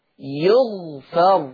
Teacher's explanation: أما ورش فيقرأ بضم الياء يو وسكون الغين يغفر وفتح الفاء